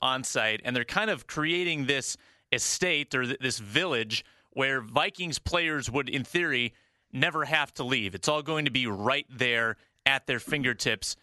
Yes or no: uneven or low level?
no